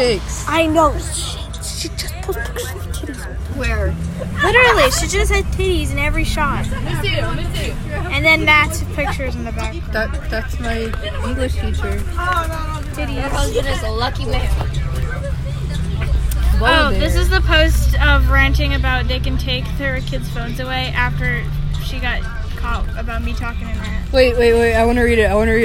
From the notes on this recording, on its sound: Recorded on a bus